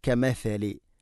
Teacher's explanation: നാവിൻ്റെ അറ്റം മുൻപല്ലുകളുടെ ഇരു നിരകൾക്കിടയിലൂടെ അല്പം പുറത്തോട്ട് വരണം